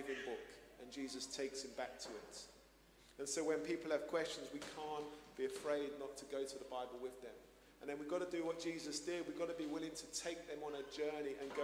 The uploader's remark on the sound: Streamed live at St Paul's Shadwell